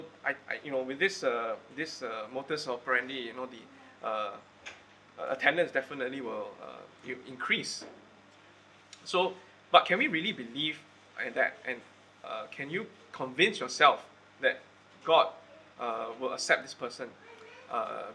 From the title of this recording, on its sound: Recorded Live/Sermon